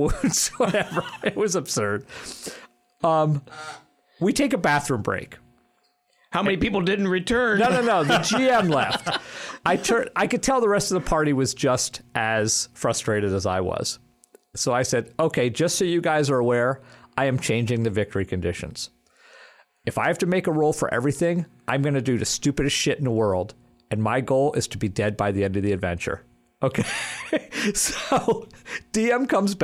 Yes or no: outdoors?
no